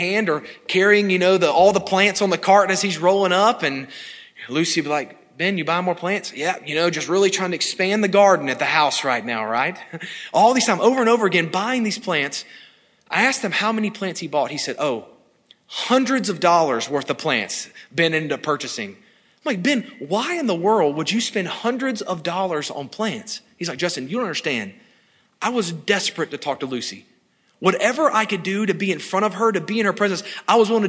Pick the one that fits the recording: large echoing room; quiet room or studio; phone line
large echoing room